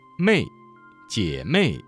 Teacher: 要先发 a 的音，然后滑向 i，气流不中断，嘴角向两边展开